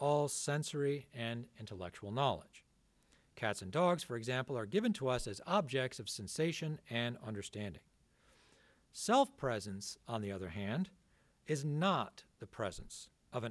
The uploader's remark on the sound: This talk was given on February 18th, 2023 at the Dominican House of Studies in Washington, D.